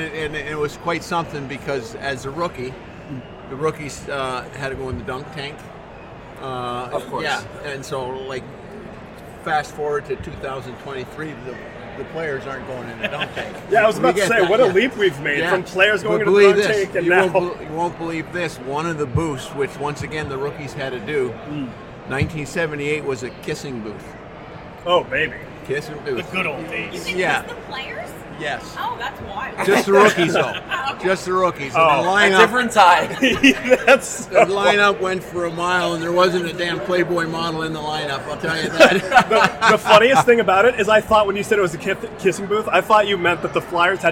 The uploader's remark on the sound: BSH Radio Special: Live from the Flyers Charities Carnival!